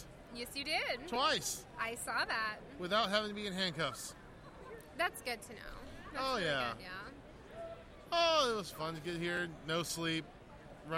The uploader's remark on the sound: This year we invaded comicpalooza. We have our show from the convention floor.